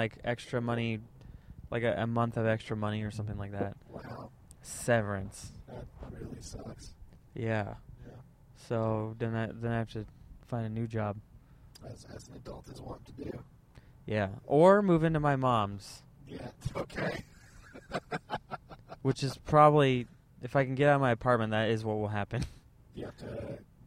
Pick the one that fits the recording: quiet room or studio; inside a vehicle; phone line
inside a vehicle